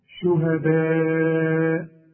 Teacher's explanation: يبقى لازم نمد هذا المد أربع حركات عند الوصل، وممكن نقف عليه بخمس حركات كمان. · Term: المد الواجب